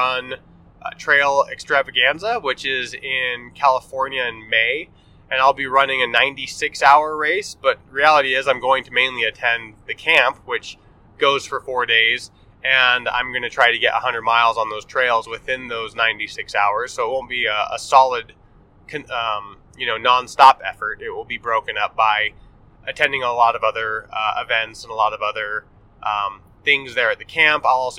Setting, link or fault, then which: setting, inside a vehicle